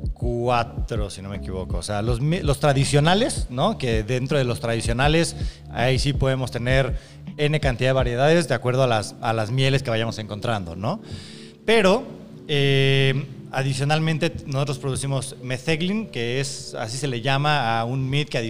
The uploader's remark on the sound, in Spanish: grabado fuera del estudio de DDLB; una vez más en el bar de nuestros buenos amigos